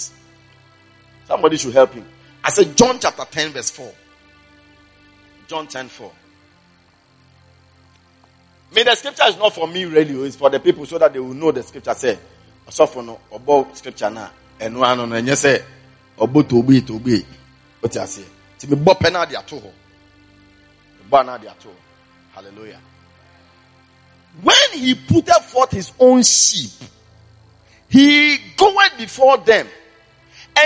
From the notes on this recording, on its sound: Preached during the Morning Glory Service at the Everlasting Father Cathedral